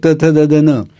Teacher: दंत्य म्हणजे दाताला जीभ लावून जो उच्चार येतो तो दंत्य